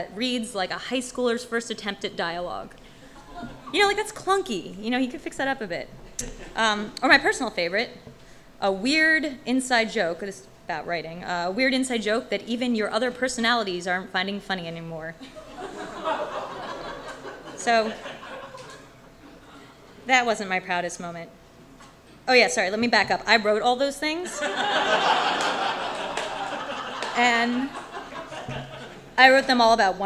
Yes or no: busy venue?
yes